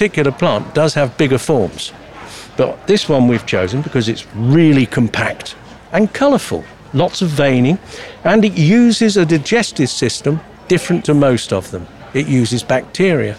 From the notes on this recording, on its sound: RHS Hampton Court Palace Garden Festival 2023. We’re taking you inside the Floral Marquee and Festival of Roses to get advice from the UK’s best nurseries.